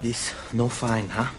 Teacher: It's a little marred by some West Indian intonation.